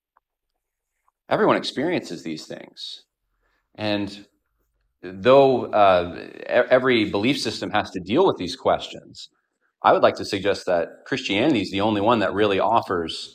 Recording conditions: large echoing room